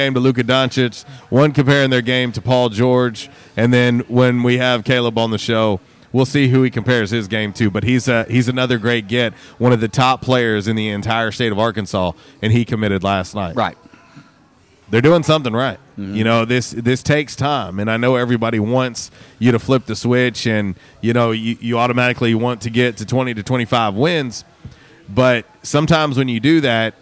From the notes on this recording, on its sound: On the Back In Action Hotline LIVE from J'Town's Grill.